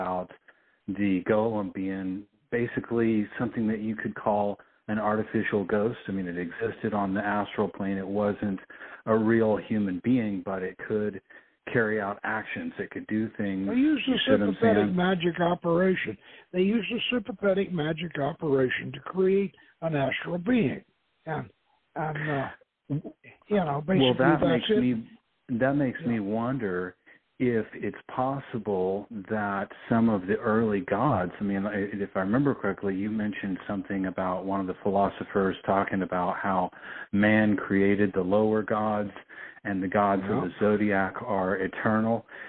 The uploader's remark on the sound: The author will be our call in guest